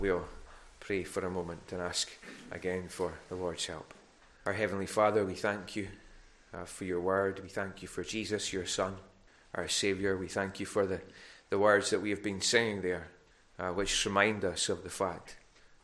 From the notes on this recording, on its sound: Recorded at North Harris Free Church on Sunday Evening 5th September 2021